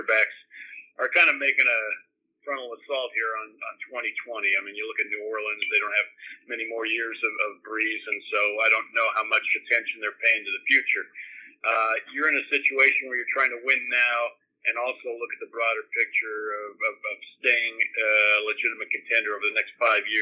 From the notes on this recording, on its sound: his conference call with the media